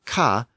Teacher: the Latin CA sound, ca, became a CH sound in early French